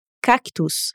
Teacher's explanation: Na pronúncia, ele quase não faz som nenhum na segunda letra C.